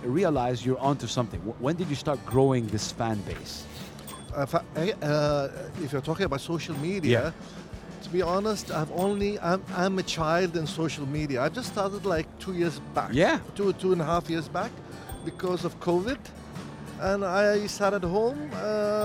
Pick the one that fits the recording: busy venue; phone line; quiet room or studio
busy venue